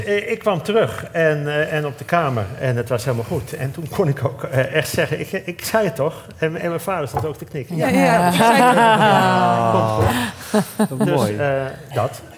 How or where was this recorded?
live audience